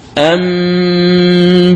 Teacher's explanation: فتقلب النون الساكنة أو التنوين ميما خالصة مخفاة بغنة · Term: القلب